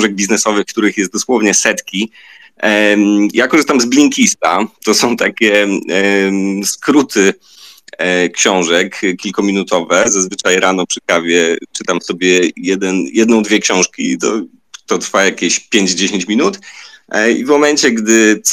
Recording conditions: video call